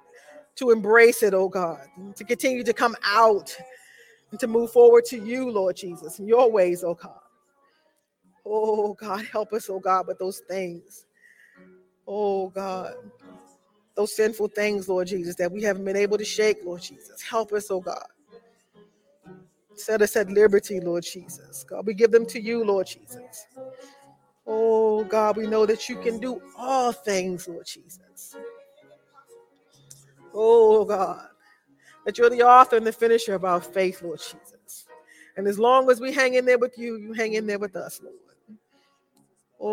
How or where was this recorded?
large echoing room